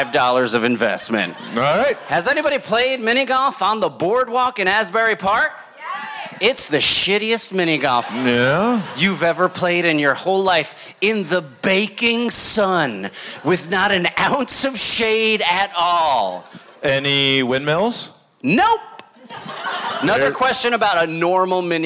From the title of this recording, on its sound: Live From Asbury Park